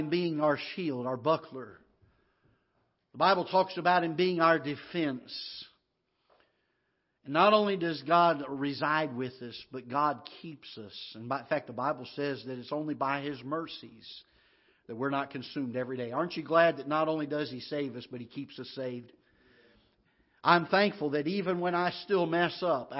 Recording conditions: large echoing room